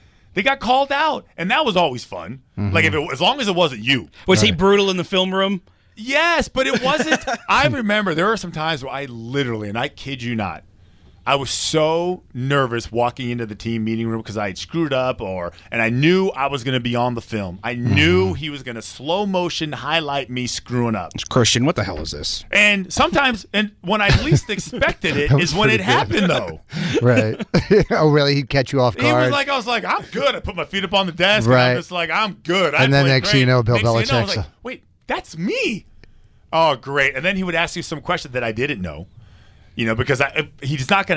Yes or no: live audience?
no